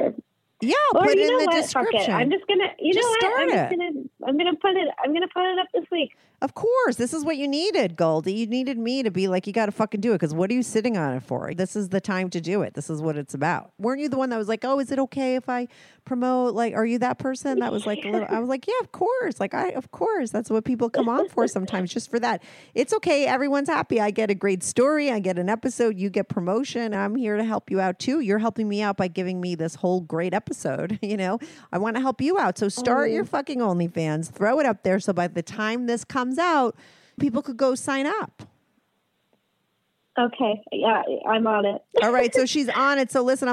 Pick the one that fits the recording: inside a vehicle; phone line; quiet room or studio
phone line